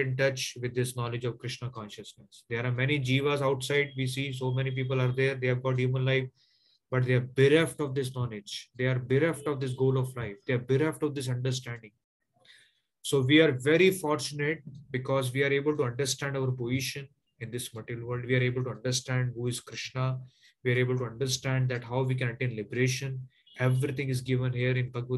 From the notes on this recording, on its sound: Zoom classes